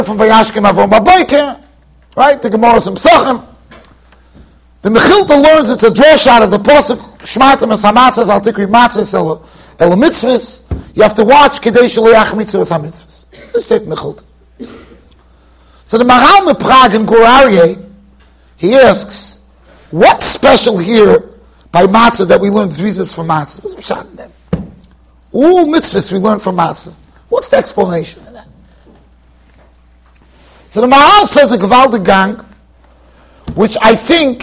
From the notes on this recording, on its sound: Shiur recorded in Yeshivas Ohr Reuven, Monsey NY.